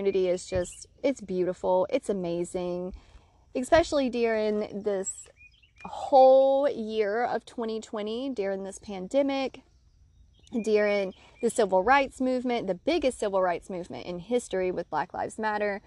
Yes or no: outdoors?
yes